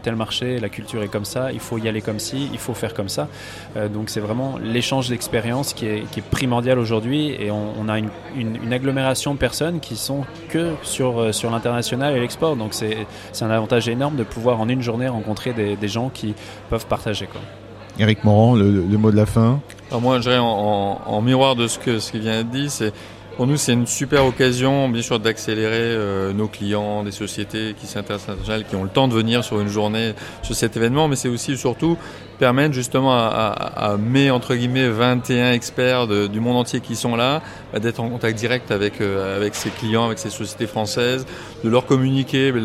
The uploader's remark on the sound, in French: En direct de l'édition 2019 des Rift's !